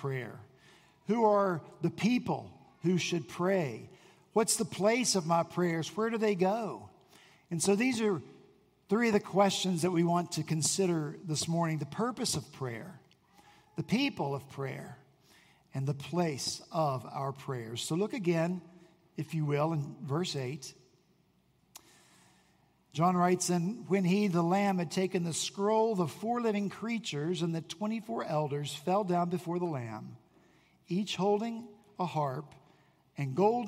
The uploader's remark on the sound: At Redeemer Presbyterian Church in Charleston, SC